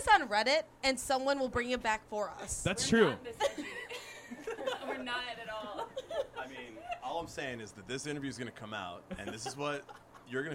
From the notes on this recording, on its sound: from a LIVE recording